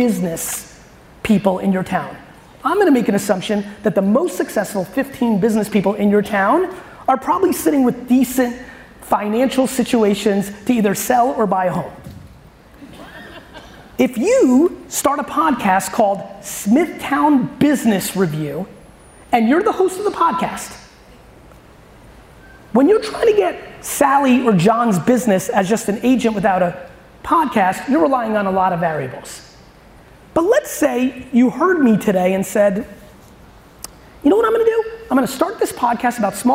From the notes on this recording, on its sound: an awesome keynote I gave for Compass Real Estate in Austin, Texas